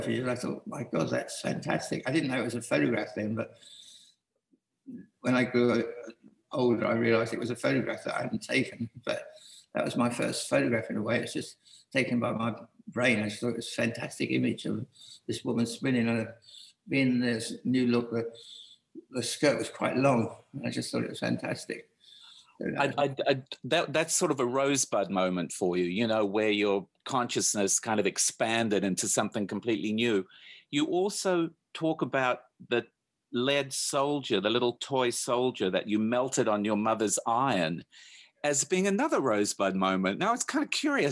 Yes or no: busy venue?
no